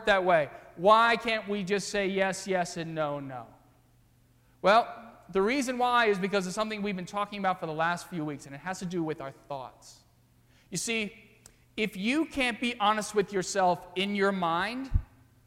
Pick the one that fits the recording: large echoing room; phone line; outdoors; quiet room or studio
large echoing room